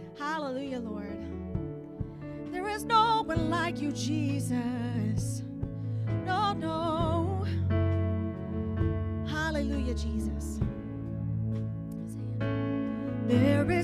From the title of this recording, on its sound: Calvary Assembly of God live Stream